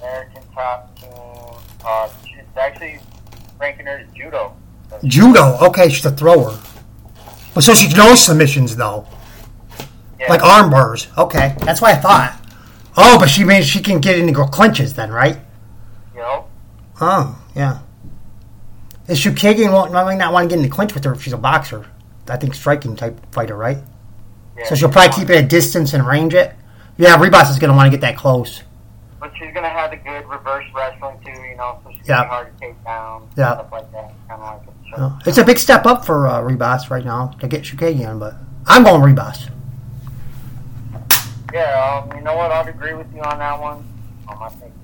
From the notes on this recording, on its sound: The Audio will get fixed hopefully soon